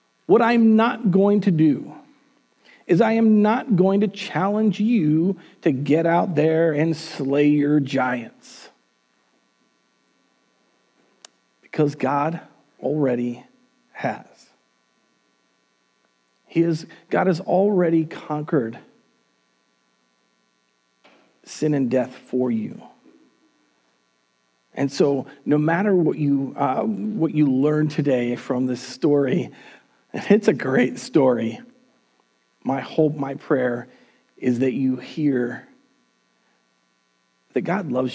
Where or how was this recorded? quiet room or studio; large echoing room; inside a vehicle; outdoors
large echoing room